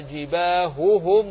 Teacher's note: ثم قال الشيخ وصفها جباههم عليهم، كذلك مما يلزم بيانه وعدم إدخاله وخلطه الهاء من الهاء في قوله تعالى جباههم، يوم يحمى عليها في نار جهنم فتكوى بها جباههم وجنوبهم، بين الهاءين وأظهرهما من بعض